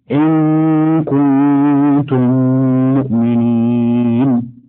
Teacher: وجب إدغام الميم الساكنة في الميم المتحركة · Term: إدغام المثلين الصغير